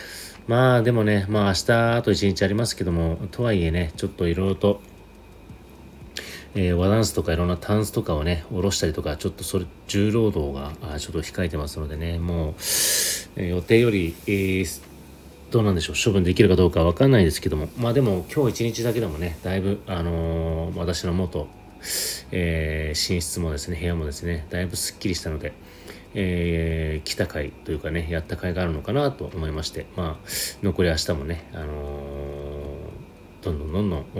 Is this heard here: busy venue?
no